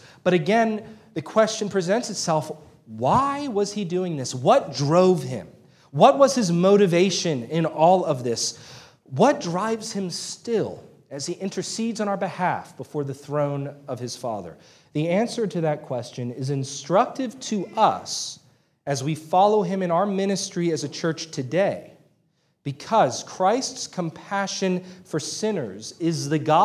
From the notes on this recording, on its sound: This sermon was preached on July 16, 2023 at Antioch Presbyterian Church, a mission work of Calvary Presbytery of the Presbyterian Church in America located in Woodruff, South Carolina.